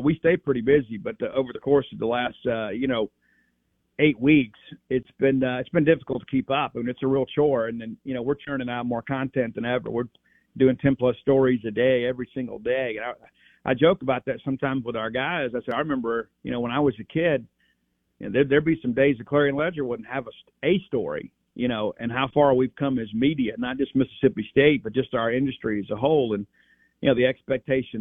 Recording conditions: phone line